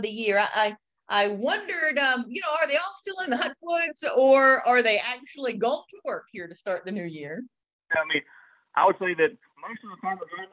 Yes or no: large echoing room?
no